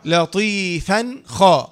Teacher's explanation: فاء تنوين بالفتح مظهر قبل الخاء المفتوحة